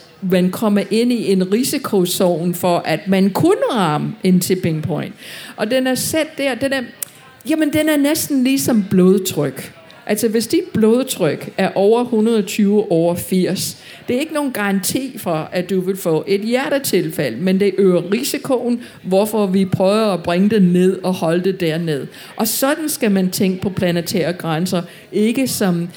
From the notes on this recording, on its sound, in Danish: Tage Klimakrøller med på KU festival og for allerførste gang lave en LIVE udgave af podcasten. Og med et publikum bestående af studerende fra alle KUs fakulteter.